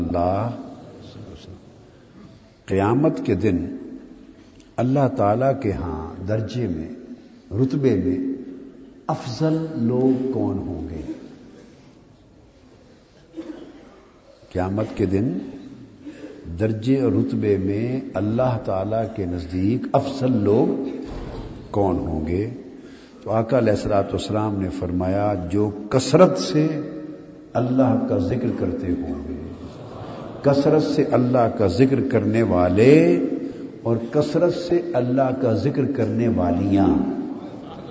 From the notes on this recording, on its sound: Place: Itikaf City, Lahore. A speech delivered at I`tikaf City Baghdad Town (Township) Lahore.